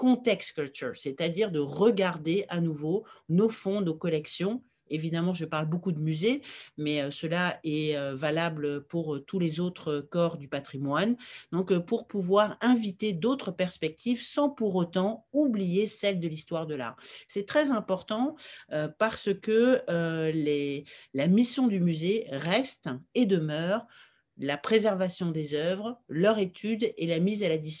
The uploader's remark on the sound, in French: Séance enregistrée le 23 septembre 2021 sur Zoom.